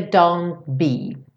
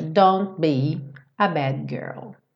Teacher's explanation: na hora que você vai fazer o T, o lábio já fecha.